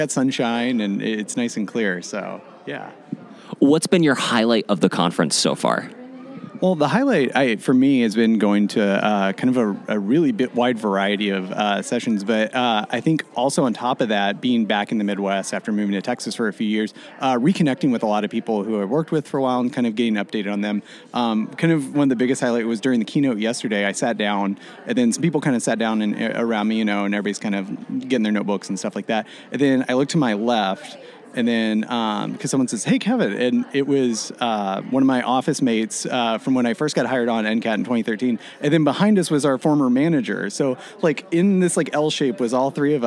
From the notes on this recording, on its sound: Three mini interviews taken at the 2020 MOSES Organic Farming Conference.